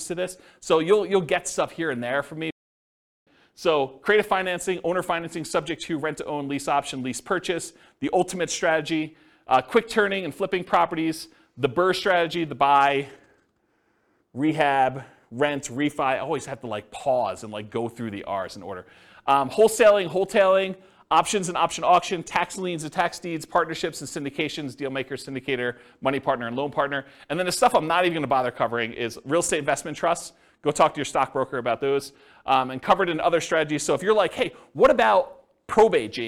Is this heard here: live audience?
yes